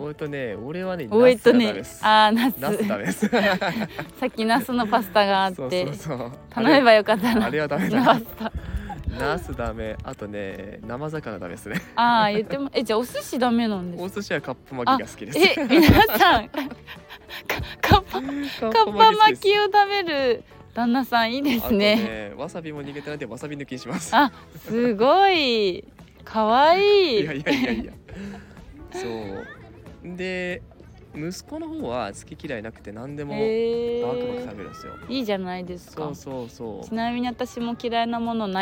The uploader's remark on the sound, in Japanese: 休日昼間の公園で録ったため、平和で楽しい音声がバックミュージックとなっています